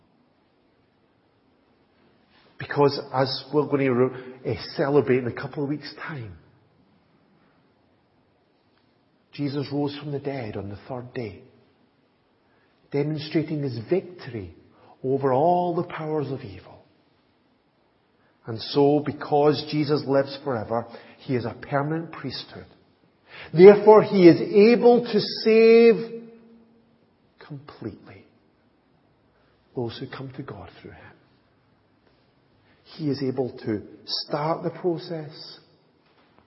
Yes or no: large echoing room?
yes